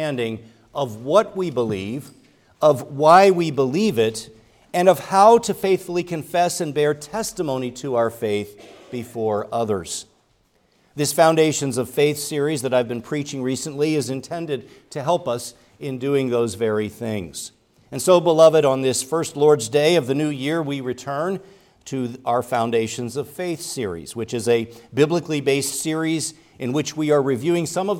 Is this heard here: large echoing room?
yes